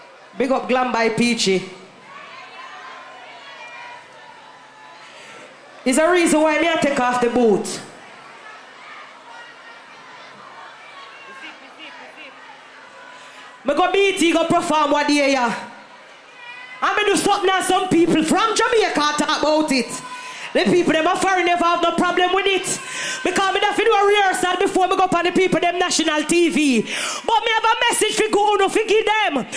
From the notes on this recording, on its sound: Live Performance Brt Weekend Atlantic City 2023